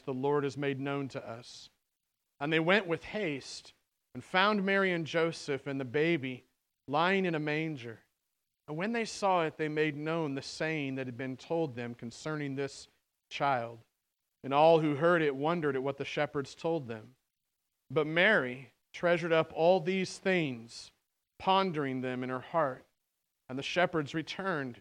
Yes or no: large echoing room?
yes